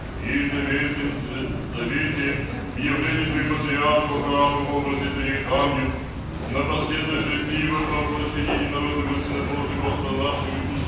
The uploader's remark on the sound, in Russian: Запись песнопения в Греко-Русской Православной Церкви, г. Афины, Греция.